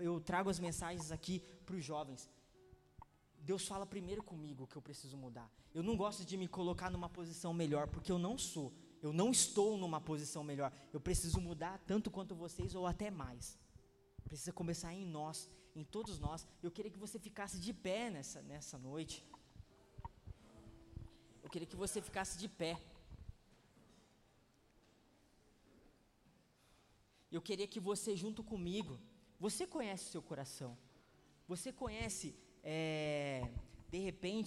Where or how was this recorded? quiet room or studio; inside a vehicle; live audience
live audience